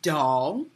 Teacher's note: D is a voice sound, so it comes from the throat.